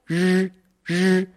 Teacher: 舌尖向上用力，靠的呢，比翘舌音还要往后，硬腭的靠后方去了，日，日。而这个时候，舌尖，它几乎是不抵触我们的天花板，不抵我们的硬讹，它是在空中是旋 qua 的，向后面向后方去，向后方卷，然后气流从上面通过，日，日，日本人民发音啊稍微比较靠立，用，这个用力量，日，在一个呢是嘴型，嘴型啊，咱们这个双唇呢，要略微地用力收缩一下。人，人肉热，天气很热。诶，是吧？大家注意感受。这个字对南方朋友来说太难了，好难发呀。但是呢，大家不要气馁。大家最好拿出一个词语，一个词典来。然后呢，翻到这个声母日的部分，你去看一下，你会发现常用字三千个里边儿，日声母的一共是七十七个，好少。你记得能把它记下来。所以呢，一方面咱们把它背下来，另一方面呢，跟着老师反复地